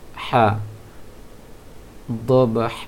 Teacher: Ha kayak jim di tengah tenggorokan dia.